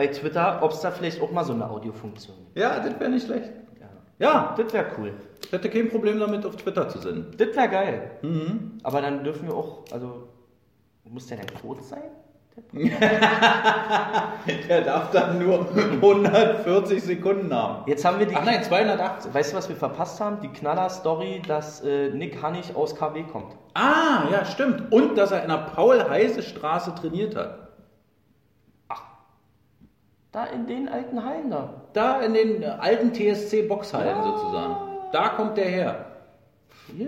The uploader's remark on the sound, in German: Der Livepodcast